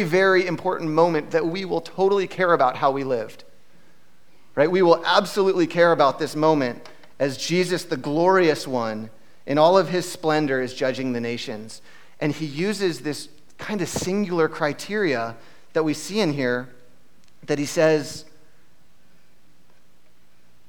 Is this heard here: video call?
no